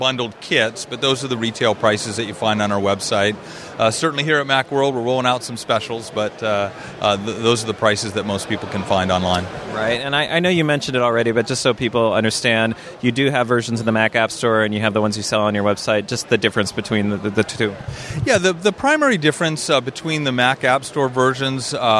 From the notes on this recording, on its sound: Macworld/iWorld 2014 (day2). Interviews from the expo floor at Macworld/iWorld 2014.